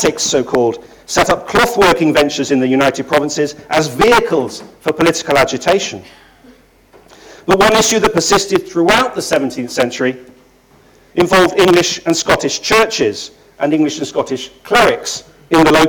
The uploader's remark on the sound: Inaugural Lecture.